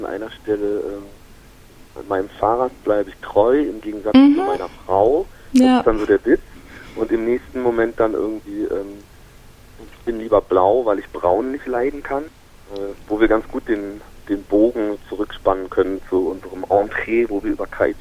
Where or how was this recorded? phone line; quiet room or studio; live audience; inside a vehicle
phone line